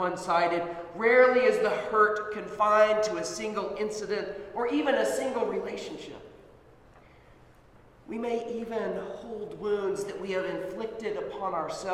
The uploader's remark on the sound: Sermon at Holy Trinity Anglican Church